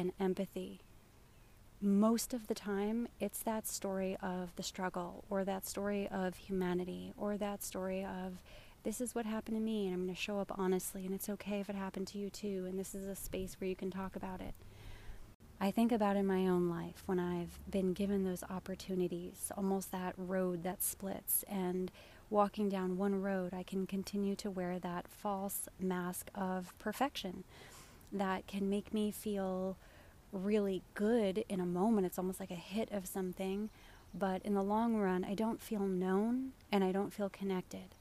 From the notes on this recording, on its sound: Live from my backyard! I laid in the grass of my backyard and soaked up the sunshine while recording this week's episode, sacrificing audio quality.